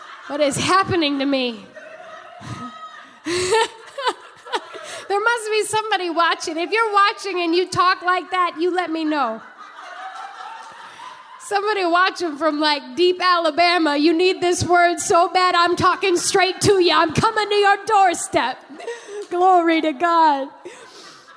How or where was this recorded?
large echoing room